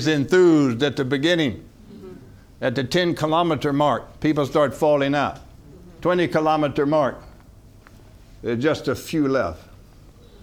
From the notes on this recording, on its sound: From the HeartCry Asia Conference 2023